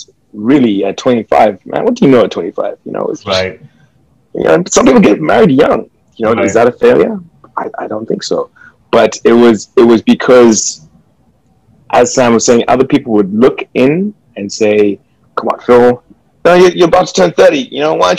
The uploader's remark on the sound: Due to the situation in Hong Kong, we are doing our 1st Zoom meeting.